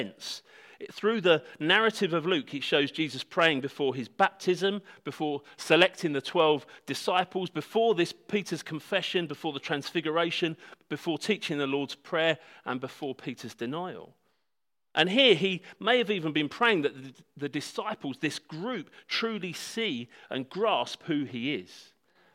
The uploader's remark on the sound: This talk was given at Hope Church Sevenoaks on Sunday December 1st 2019